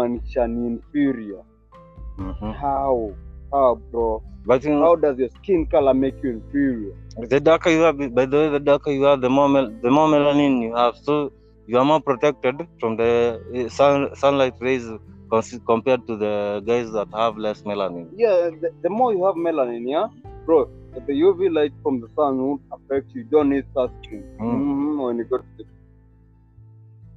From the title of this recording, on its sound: Sorry About The sound. We outside.